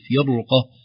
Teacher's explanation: الراء إذا سكنت تتأثر بما قبلها، وخاصة لو كان قبلها كسرة أصلية ترافق الراء، إلا إذا جاء بعدها حرف تفخيم مثل القاف